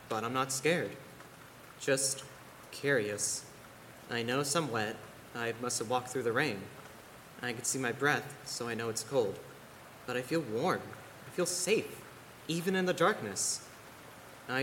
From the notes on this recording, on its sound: It was recorded in front of a live audience. By Thespian Troupe 4592 of Madison High School in Middletown, Ohio.